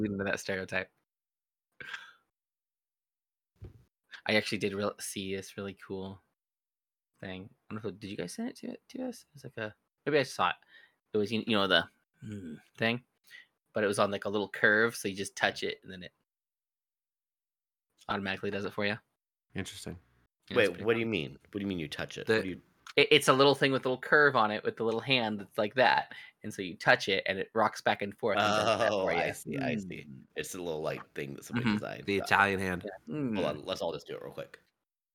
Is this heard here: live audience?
no